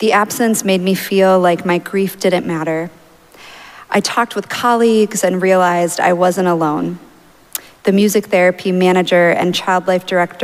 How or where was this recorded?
large echoing room